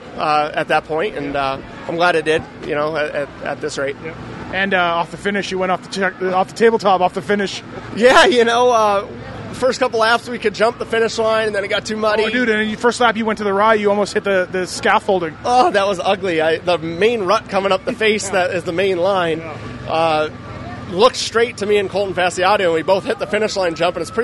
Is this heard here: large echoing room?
no